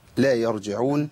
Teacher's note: الراء عندي ساكنة مفخمة لانها ايه اتت بعد ايه بعد فتح الراء الساكنة بعد فتح عندنا متفخم على طول عند الايه عند